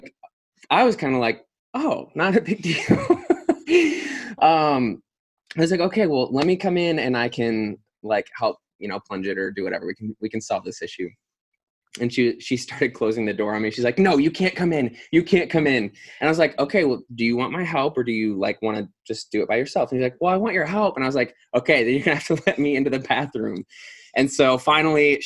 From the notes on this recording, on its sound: We are meeting via Zoom during this time of social distancing.